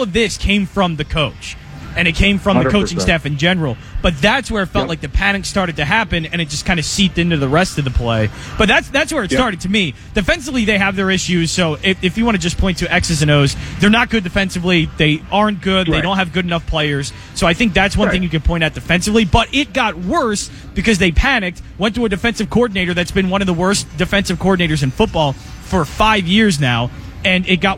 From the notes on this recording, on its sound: LIVE from the Parx Casino Sportsbook.